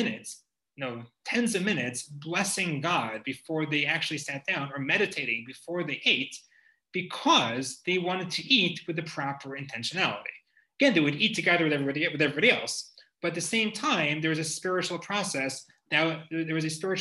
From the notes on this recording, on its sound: This audio was originally captured from Zoom on 01/06/2021 as part of Drisha's Winter Zman.